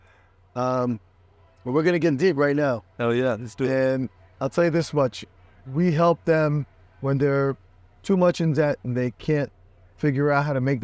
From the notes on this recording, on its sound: Based in Miami FL. Record this podcast on his yacht.